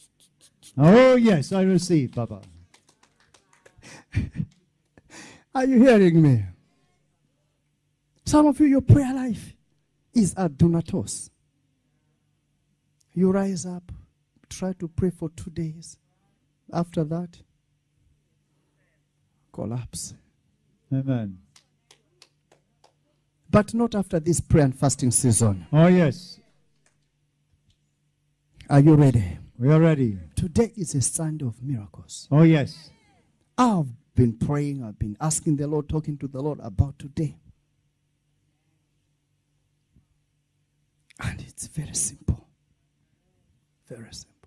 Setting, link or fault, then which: setting, large echoing room